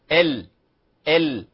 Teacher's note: مخرج اللام أول ما يبدأ بطرف اللسان، ثم يليه مباشرة حرف النون، وقد بينا ذلك.